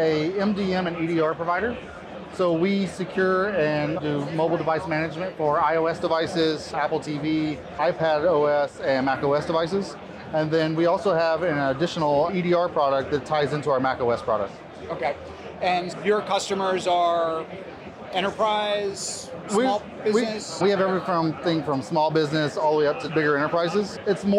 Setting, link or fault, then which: setting, busy venue